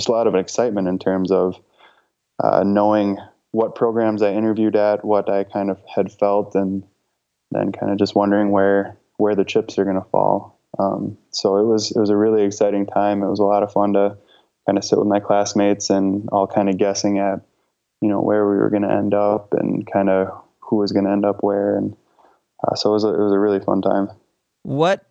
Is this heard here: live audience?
no